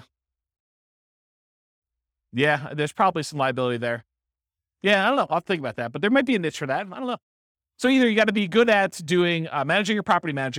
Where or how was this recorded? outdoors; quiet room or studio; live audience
live audience